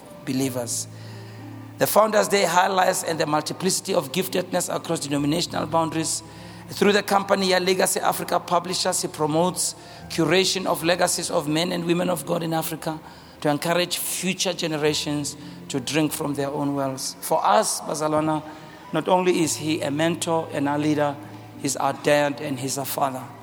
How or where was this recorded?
large echoing room